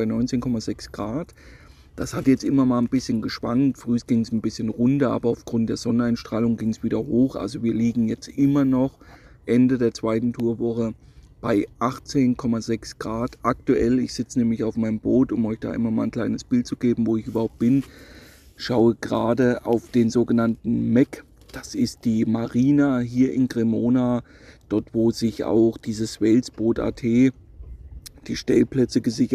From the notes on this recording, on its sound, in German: nehme ich euch wieder live mit nach Cremona an den Oberlauf des Grande Fiume Po